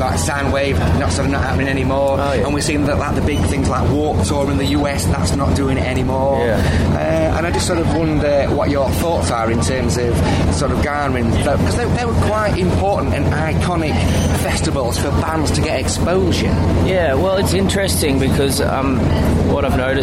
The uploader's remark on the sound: at Leeds Festival 2018